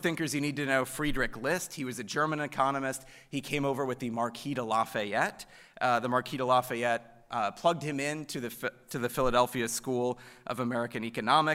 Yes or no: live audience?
yes